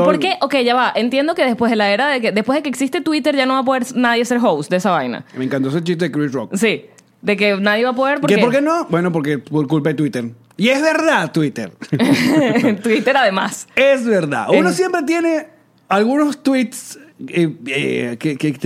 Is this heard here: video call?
no